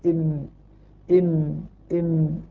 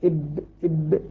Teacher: ويقول العلماء أن الميم يعني يشترك فيها باطن الشفة أدخل من الباء، إب إب إم إم إم إب، لكن كلاهما بإطباق الشفتين.